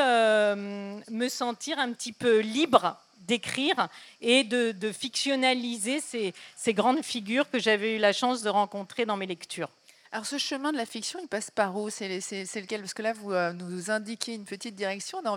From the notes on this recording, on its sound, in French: Tel est le thème de la rencontre qui s'est déroulée le 22 juillet 2023 Village du Off du festival d'Avignon en partenariat avec ARTCENA.